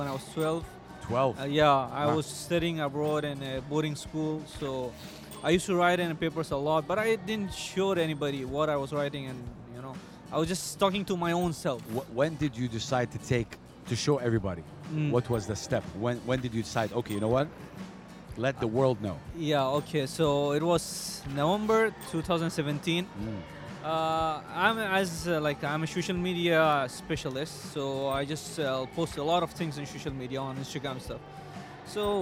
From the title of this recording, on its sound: Live from SIBF 2023